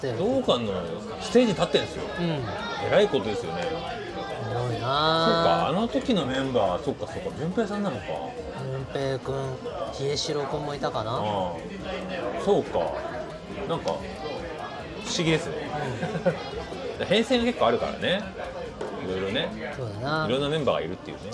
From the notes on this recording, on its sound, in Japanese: 今回もイカセンターからロケ収録。